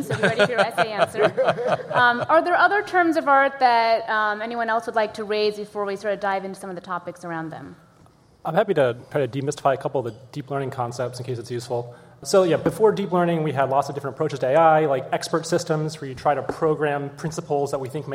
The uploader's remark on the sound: Artificial Intelligence LIVE at the Annual Conference.